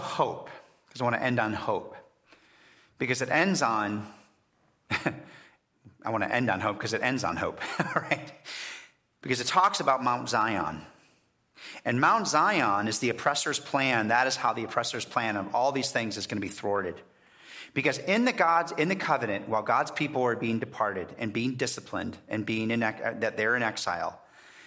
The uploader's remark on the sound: First Congregational Church of Clinton, MA -- Service